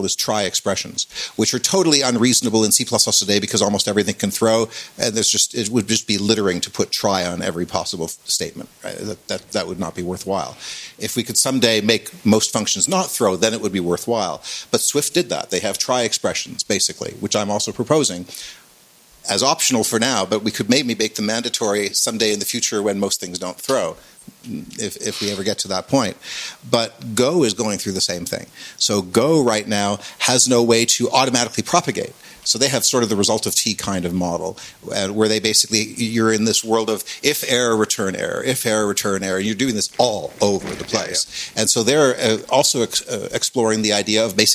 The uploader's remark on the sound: The first of our two, live, CppCon 2019 episodes